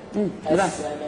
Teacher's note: ألف مد عند الهمزة، مد واجب متصل، خمسة ستة